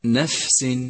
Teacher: لاحظ صفة الهمس لحرف الفاء في كلمة نفس